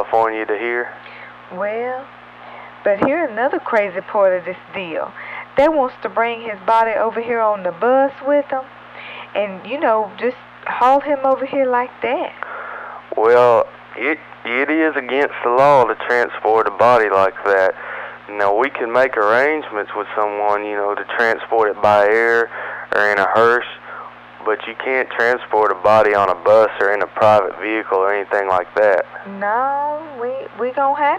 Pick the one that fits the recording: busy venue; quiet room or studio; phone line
phone line